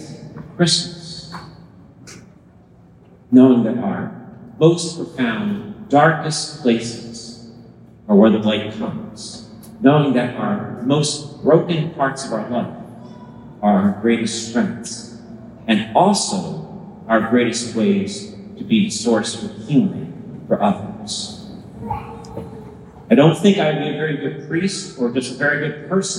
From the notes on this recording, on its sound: Christmas homily captured live from St. Matthew's Parish in San Mateo, California.